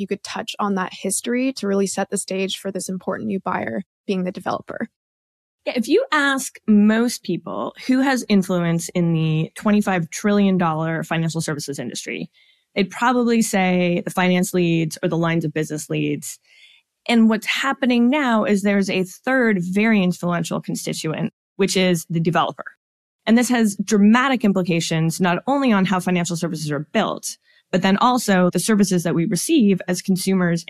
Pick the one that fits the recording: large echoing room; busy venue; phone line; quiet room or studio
quiet room or studio